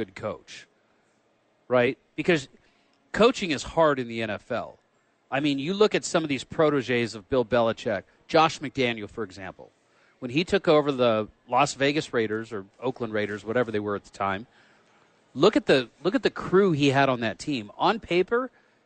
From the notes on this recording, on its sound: live from The Duke Store